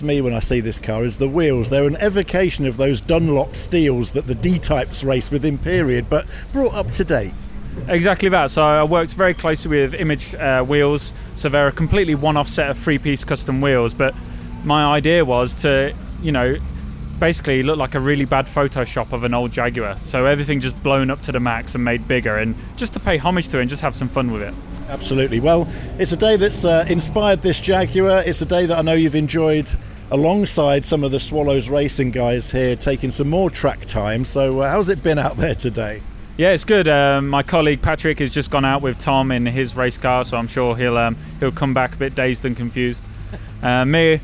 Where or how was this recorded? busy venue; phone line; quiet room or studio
busy venue